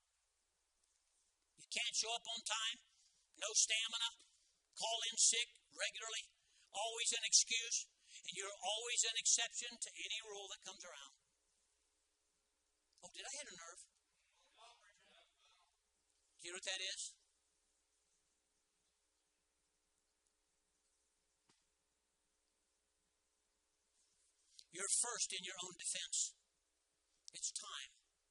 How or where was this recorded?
large echoing room